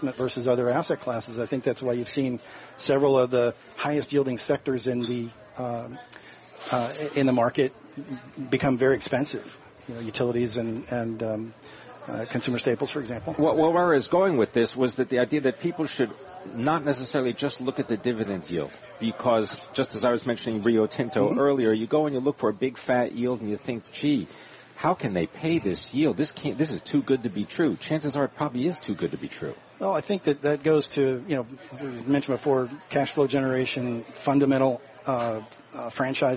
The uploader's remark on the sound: Live from Smith & Wollensky in Boston.